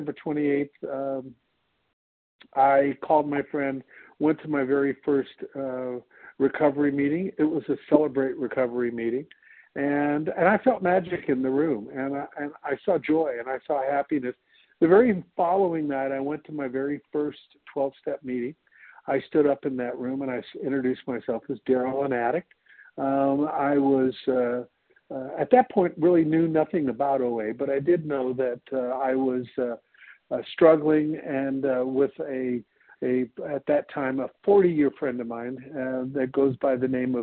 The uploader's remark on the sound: 100 Pounders Phone Meeting.